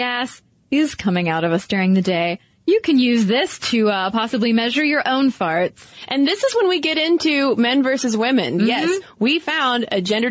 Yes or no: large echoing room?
no